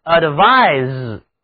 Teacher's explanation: se 组合起来读浊辅音 z